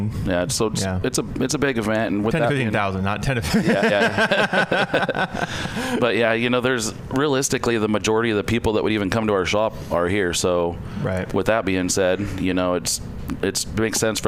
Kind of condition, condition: setting, busy venue